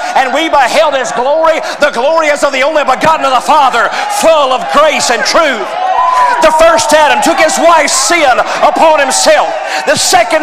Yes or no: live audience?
yes